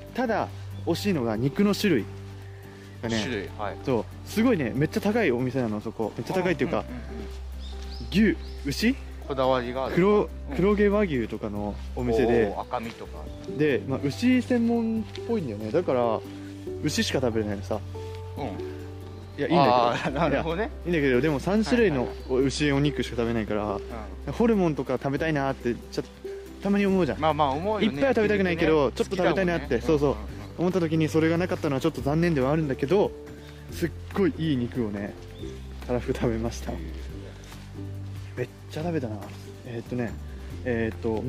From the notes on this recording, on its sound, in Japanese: YouTubeと同時配信！カメラテスト兼ジンバルテスト兼ラジオ収録。今回実はカメラで収録をしました。